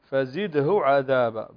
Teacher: ما في صلة هنا، فزده عذابا بدون، لا تمد الهاء، لا تقولين فزده عذابا، خطأ.